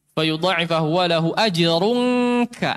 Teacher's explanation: Tinggal kaf itu angnya itu tipis, kalau qaf angnya dia tebal. · Term: ikhfa